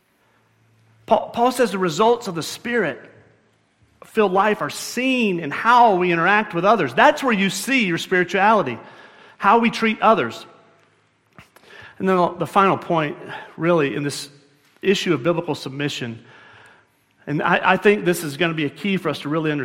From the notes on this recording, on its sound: at Murrieta Valley Church in Murrieta, California